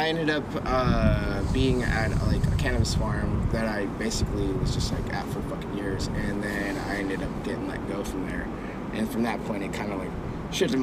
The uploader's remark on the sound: Sorry for the wind but that view though.